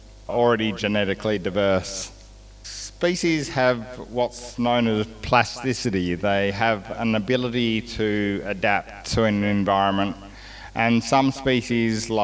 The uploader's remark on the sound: This is the full audio from the Connecting Country event called ‘Revegetation Success in a Changing Climate’.